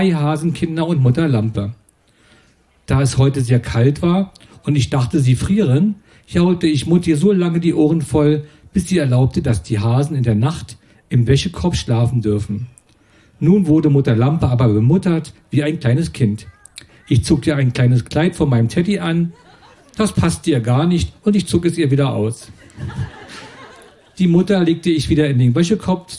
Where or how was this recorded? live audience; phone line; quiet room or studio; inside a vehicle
live audience